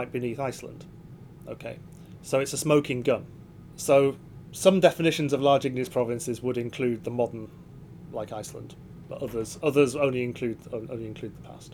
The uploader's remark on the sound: For the first time in history, a podcast was recorded in the middle of the Atlantic Ocean! We're taking you aboard the R/V Celtic Explorer to meet the crew of the PoRo-CLIM Expedition.